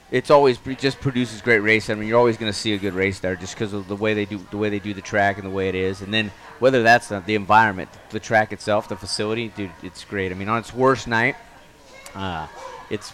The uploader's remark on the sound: The guys are in Knoxville, Iowa for the 62nd annual Knoxville Nationals. We are LIVE at the One Eleven Public House in downtown Knoxville.